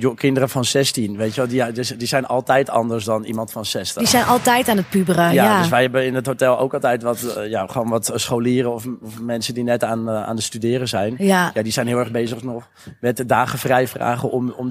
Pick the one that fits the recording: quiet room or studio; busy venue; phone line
busy venue